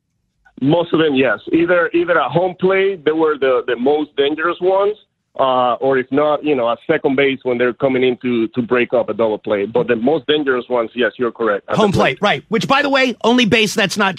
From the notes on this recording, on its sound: The former MLB pitcher decides to call in with his thoughts on baseball's rule changes.